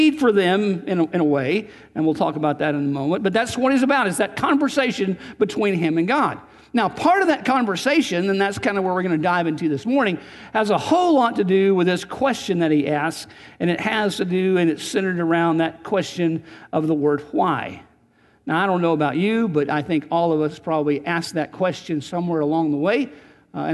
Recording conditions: large echoing room